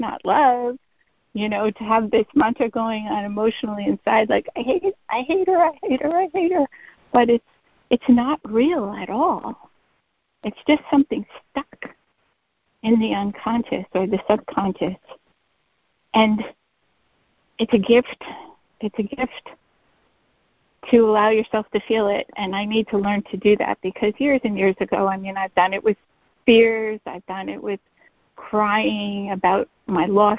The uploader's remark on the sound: ACIM Daily Conference Call